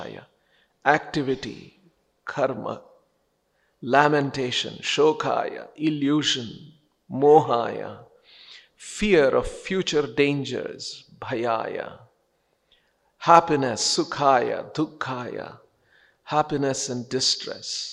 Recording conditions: large echoing room